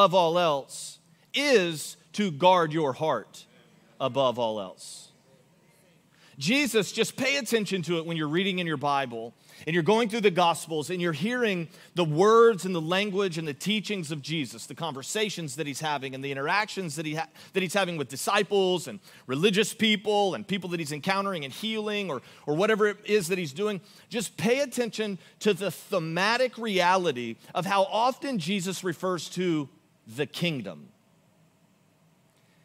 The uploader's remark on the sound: Augustine, Florida. Recorded live on January 28, 2024 at Church On The Rock.